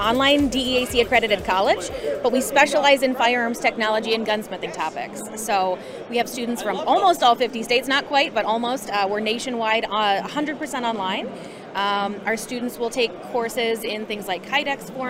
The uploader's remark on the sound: interviews vendors and attendees at the 2022 NRA Annual Meetings & Exhibits in Houston